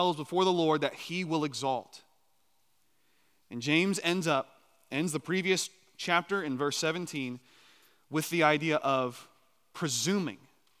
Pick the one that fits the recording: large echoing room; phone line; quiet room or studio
large echoing room